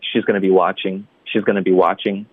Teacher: 这个 she's gonna be 这段会非常快。然后 watching 是关键词，我们可以稍微放慢一点